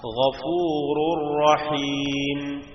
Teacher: നൂനിന്റെയും തൻവീന്റെയും ശബ്ദം തീരെ കേൾക്കുന്നില്ല · Term: ബിലാഗുന്ന